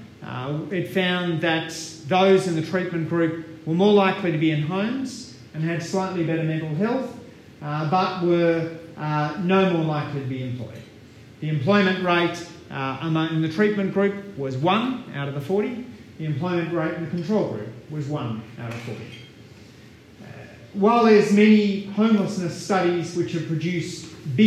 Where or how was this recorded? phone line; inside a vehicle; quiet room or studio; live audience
live audience